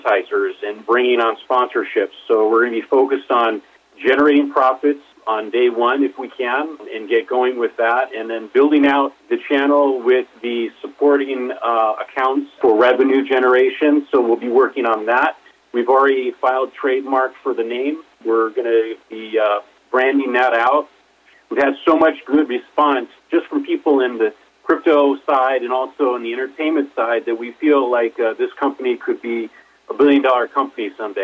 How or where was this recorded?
phone line